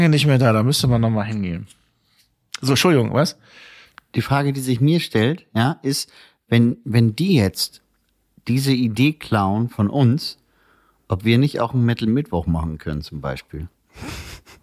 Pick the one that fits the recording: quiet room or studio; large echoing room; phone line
quiet room or studio